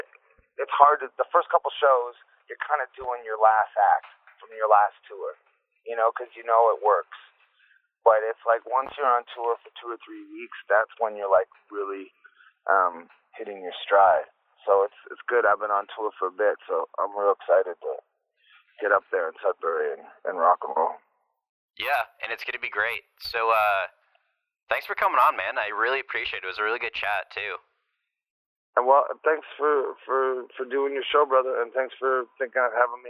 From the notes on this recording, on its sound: we spoke on the phone